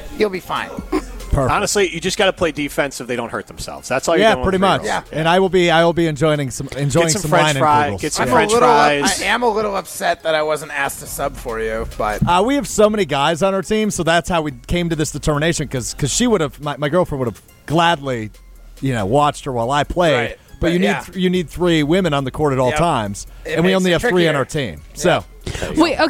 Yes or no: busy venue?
yes